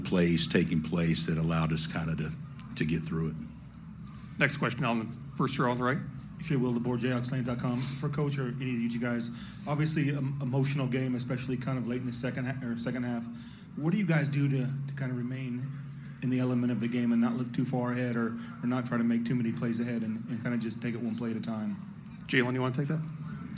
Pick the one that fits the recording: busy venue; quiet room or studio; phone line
busy venue